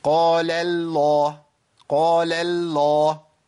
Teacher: عشان يرقق اللام بتاعت قال يسحب معاها أول لام من لفظ الجلالة · Term: ترقيق